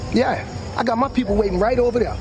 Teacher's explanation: many, many times that TH becomes a soft D because it's so much faster to say it that way